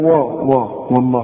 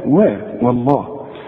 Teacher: هذكرك بالواو انها دائما برقة، وبالذات اذا جت في لفظ الجلالة لانها معرضة للتفخيم · Shown in: second take